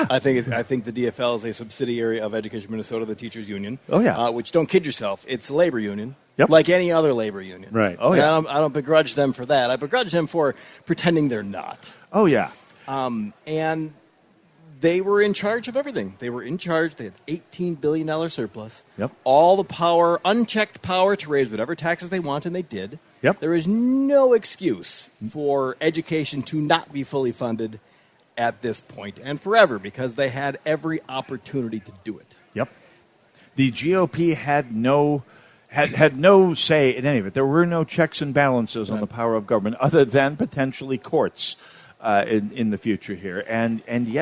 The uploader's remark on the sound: Live From MN State Fair